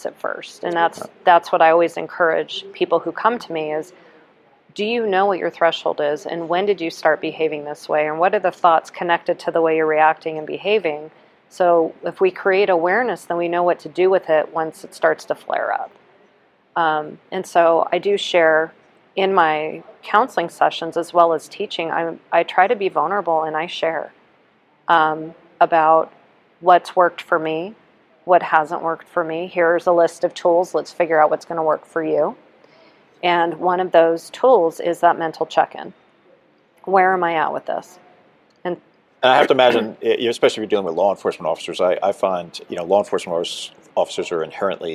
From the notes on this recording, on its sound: NEP "On Location". At the 2023 NEP "We Need to Talk" mental and behavioral health conference in Las Vegas.